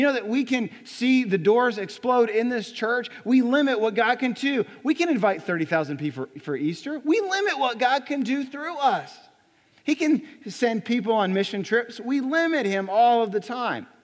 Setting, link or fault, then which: setting, large echoing room